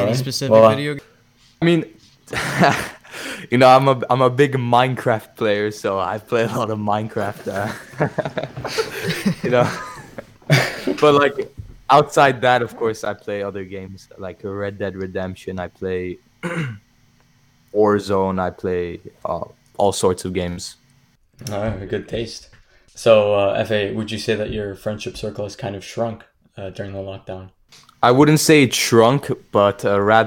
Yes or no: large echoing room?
no